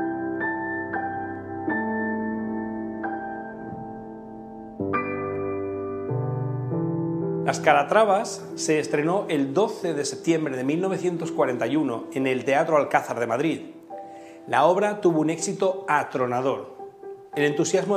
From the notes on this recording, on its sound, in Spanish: Hoy, dentro del Ciclo de Conferencias que el Teatro de la Zarzuela programa en colaboración con la Asociación Amigos de la Ópera de Madrid. La conferencia fue grabada en el Teatro de la Zarzuela en marzo de 2021.